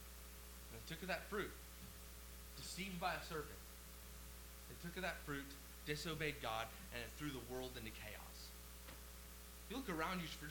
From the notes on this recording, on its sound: WARNING: LOW AUDIO VOLUME.